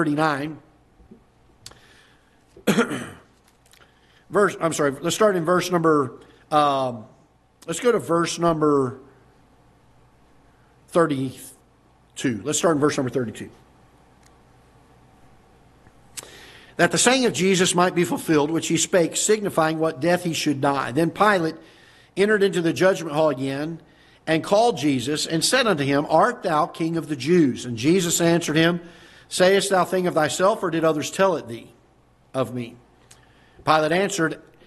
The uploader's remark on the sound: Ketha Heights Baptist Church ~ Live Broadcast